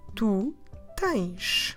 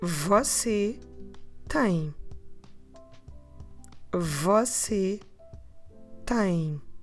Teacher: we write it with the letter S, but then when we hear it, we hear a sh. · Shown in: first take · So that's what you have on tens.